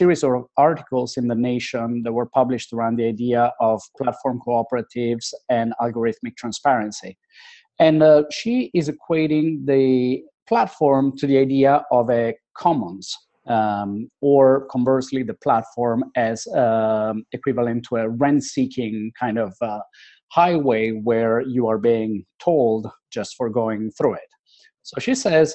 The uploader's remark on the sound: These "podcasts" are the direct audio recordings of TFIN Webinars. As the original format was a video webinar, please excuse any brief technical difficulties and note that presenters may refer to slides.